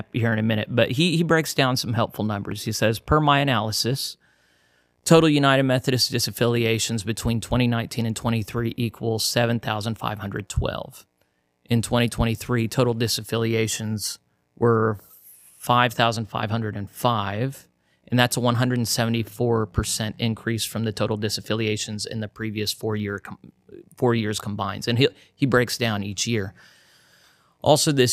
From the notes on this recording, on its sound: While my commentary (and the buzzy audio) might be lacking in this one